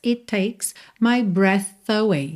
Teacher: O T de it já junta no T de takes.